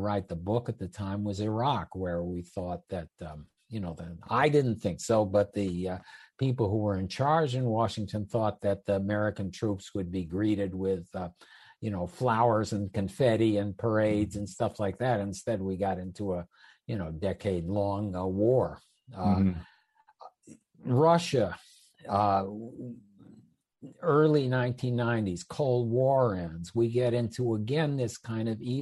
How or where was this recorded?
video call